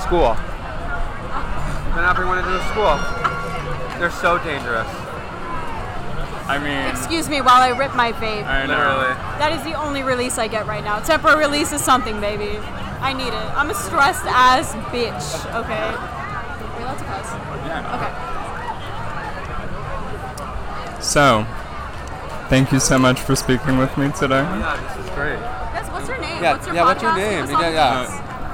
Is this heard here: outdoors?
yes